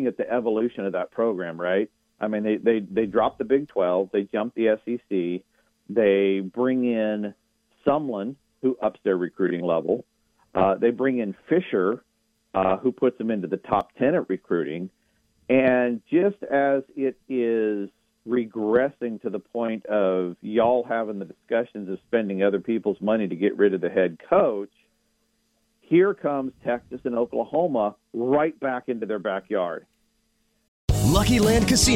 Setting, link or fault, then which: link, phone line